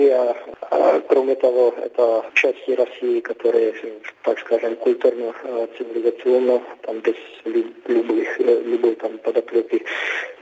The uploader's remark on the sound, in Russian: Связалось по телефону со специалистом по постсоветским странам, который на момент интервью находился в Армении.